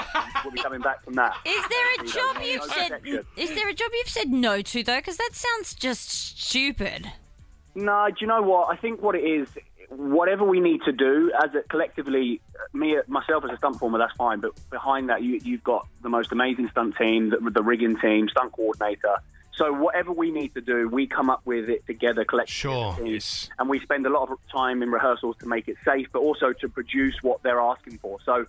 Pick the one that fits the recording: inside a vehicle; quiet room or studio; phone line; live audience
phone line